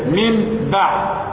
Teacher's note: والميم لما تيجي بعدها باء بينطبق الشفتين مرتين